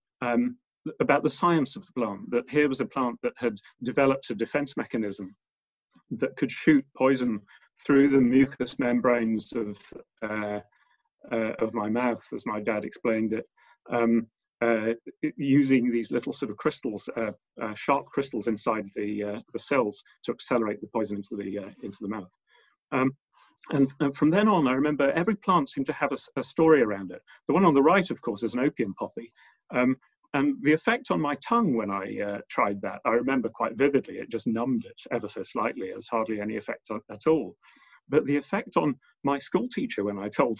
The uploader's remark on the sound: Recorded at the 5x15 zoom online event.